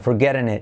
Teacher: Y T como R suave